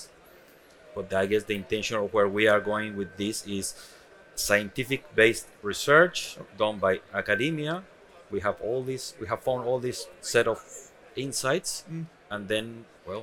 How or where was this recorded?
busy venue